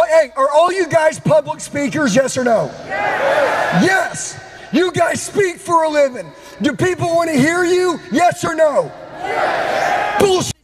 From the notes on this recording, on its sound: LIVE at the Limitless Conference in Salt Lake City. Delivers a powerful message to a live audience of thousands of entrepreneurs and business people.